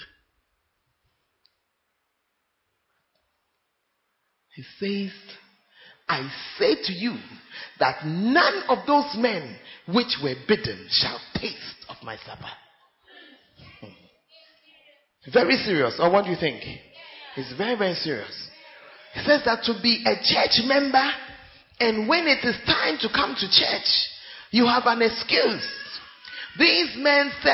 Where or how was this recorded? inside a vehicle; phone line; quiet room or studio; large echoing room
large echoing room